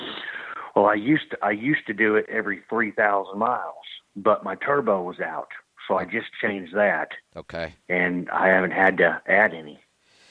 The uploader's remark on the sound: Call in Question and Answer Show